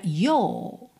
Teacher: Mas quando o R vem depois de uma vogal e não precisa ligar numa próxima vogal, no inglês britânico o que a gente faz é um alongamento do som da vogal anterior. Então, your vira yo.